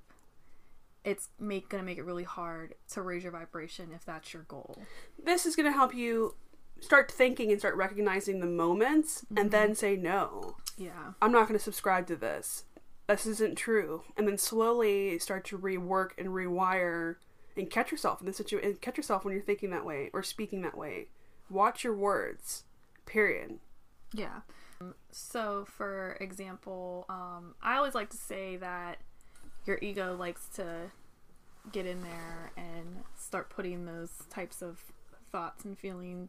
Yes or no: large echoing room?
no